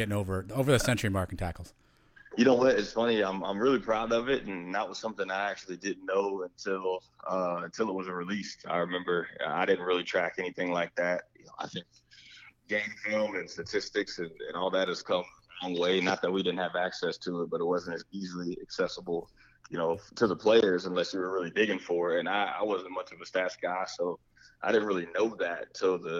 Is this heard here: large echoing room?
no